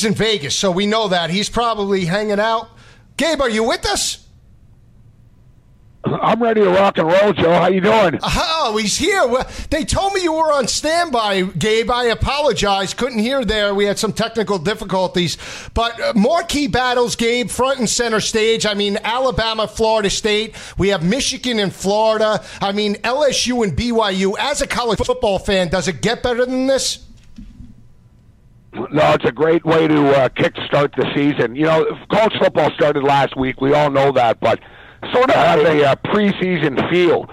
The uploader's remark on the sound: joins the guys on the phone